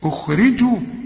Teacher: الراء هنا مرققة ومكسورة